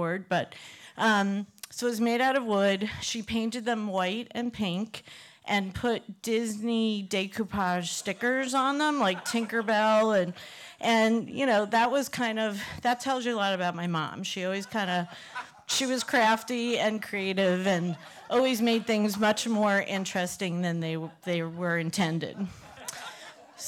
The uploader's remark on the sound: These stories were recorded in front of a live audience on October 20th, 2018 as part if the annual Day of the Dead Festival at Pilgrim House in Provincetown, Massachusetts.